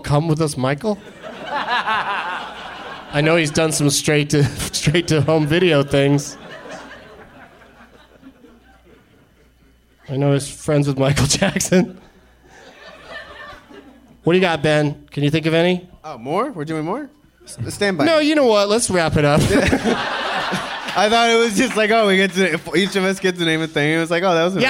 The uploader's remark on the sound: Live from Cinefamily in Los Angeles